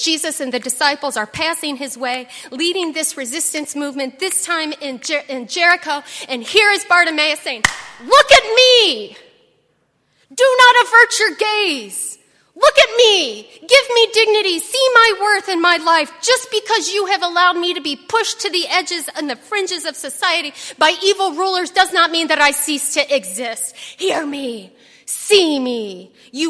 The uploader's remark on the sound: on Sunday, October 28, 2018, at Highland Baptist Church.